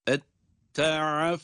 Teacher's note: Fa'da üst dişlerimizi alt dudağın iç kısmına değdirdik. Bastırıyoruz.